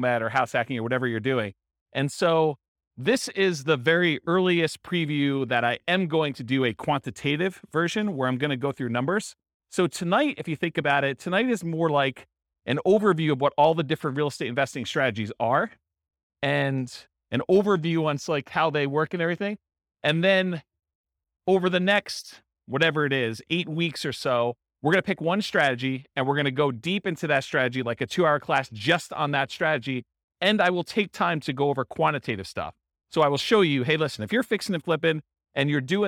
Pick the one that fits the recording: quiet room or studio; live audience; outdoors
live audience